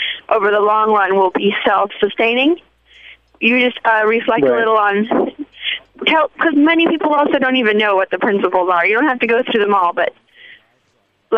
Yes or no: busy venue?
no